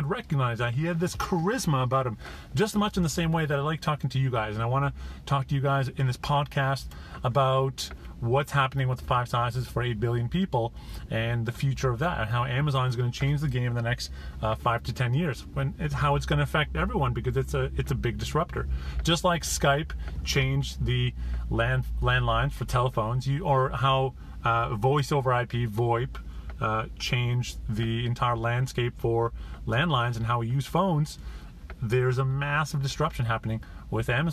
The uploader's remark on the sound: Listen to this podcast episode, which I made in my car from my Google Pixel 2 XL - unedited version...